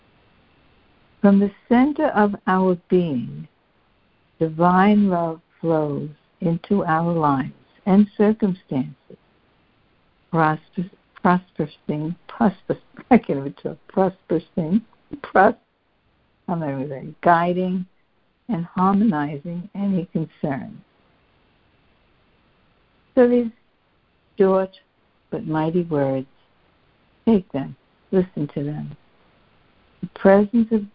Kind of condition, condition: link, phone line